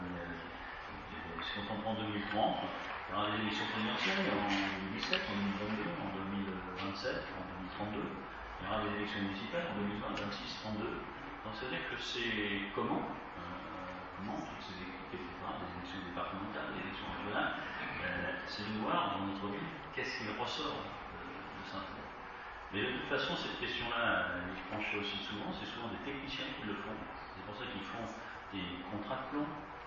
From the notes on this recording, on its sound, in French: Les Mureaux 2030 conf presse mairie.